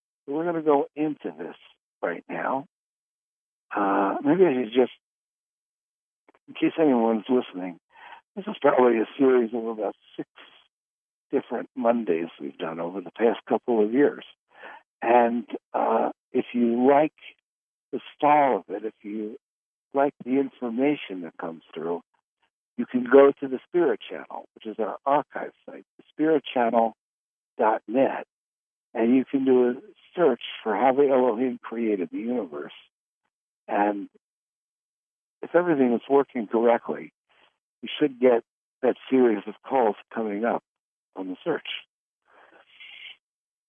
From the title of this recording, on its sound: Conference Call LIVE, November 8, 2021